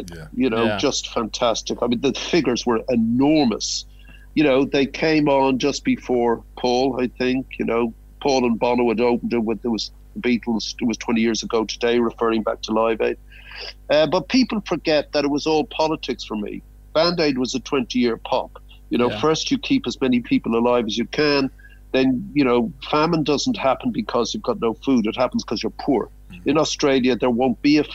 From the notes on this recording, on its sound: Phoned into the station. Recorded from the Budgy Smuggler Booth.